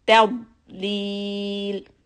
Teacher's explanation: dod is heavy. Make a scoop with your tongue, lift it up and hold it.